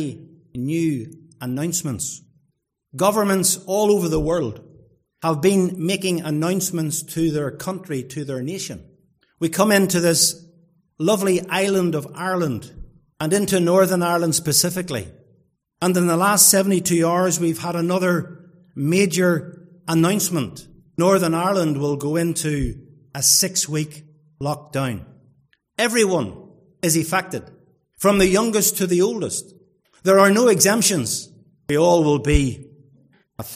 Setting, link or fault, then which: setting, large echoing room